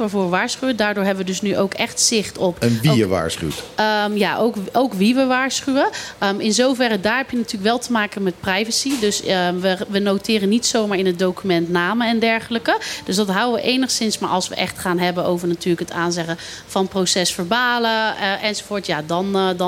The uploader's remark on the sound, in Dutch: In het radioprogramma dat elke zaterdag middag live vanuit club Trocadero wordt uitgezonden.